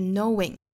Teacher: The greatest challenge of life 后面 is knowing 这个词，我们注意 know 本身呢是以这个 a 结尾的 know 双元音 o 嘛，所以说尾部是一个 a 的发音，也就是 book 书里面的那个 a 的元音，那后面加上 ing 属于是元音和元音的碰撞，这里我们要加一个小小的 w 的发音 knowing 不要发成 knowing 哈，应该是 knowing.